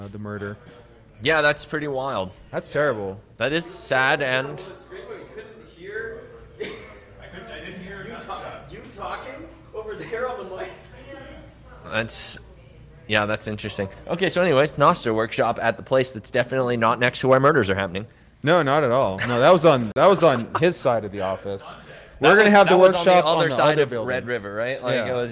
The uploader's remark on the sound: Pleb Broadcasting Service was broadcasted from Austin, Texas on August 19th in front of a live Pleb audience.